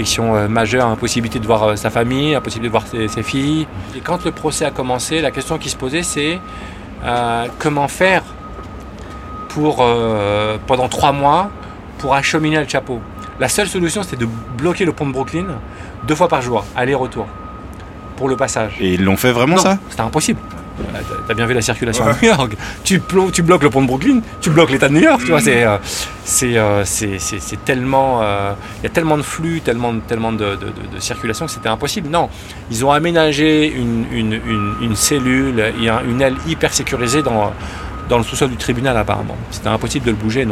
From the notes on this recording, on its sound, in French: Enregistré fin février dans les rues de New-York. Balade de Brooklyn à Harlem.